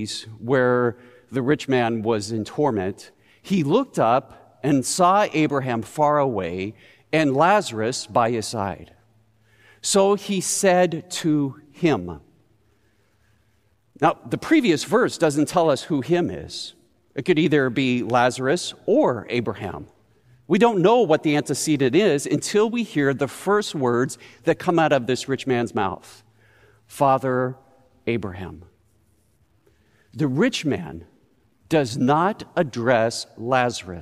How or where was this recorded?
large echoing room